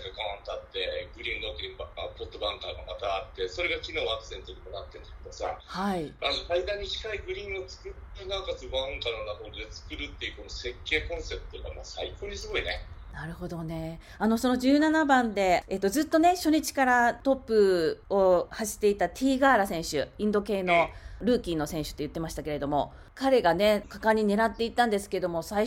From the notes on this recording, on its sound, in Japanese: 電話でのツアートークで音声がお聞き苦しいところがありますがご了承ください。